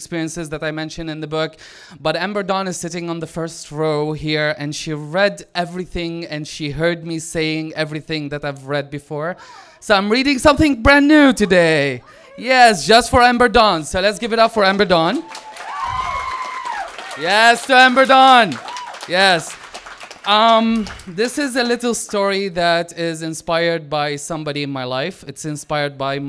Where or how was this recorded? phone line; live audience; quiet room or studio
live audience